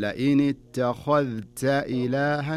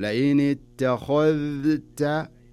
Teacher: فلذلك بدارة تنطق هذه الكلمة، لاحظ عندنا مأخذين، الخاء تكون مفخمة والتاء والذال تكون مرققة، وعدم إدغام الذال في التاء · Shown in: first take · يعني تقرأها لئني تخا تخا، شوف لاحظ تخا هنا تفخيم، تخذ التاء أنزل للذال والتاء، فأقول لئني تخذت إلها، تكون هنا ولا أبالغ.